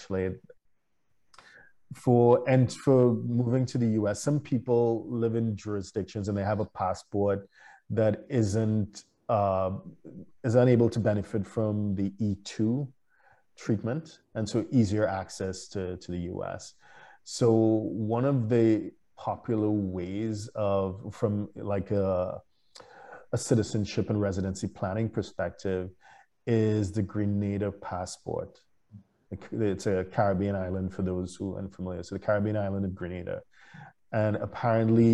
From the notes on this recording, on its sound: For those joining us on Zoom